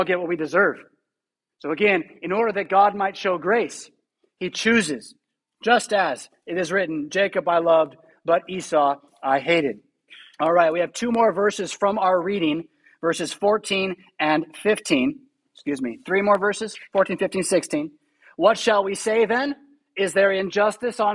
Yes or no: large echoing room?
yes